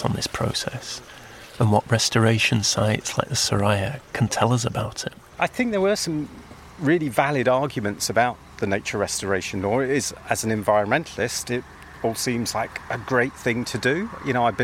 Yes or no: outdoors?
yes